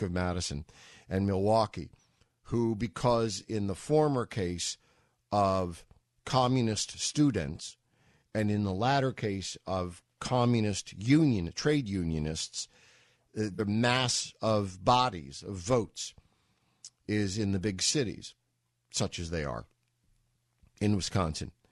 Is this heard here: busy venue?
no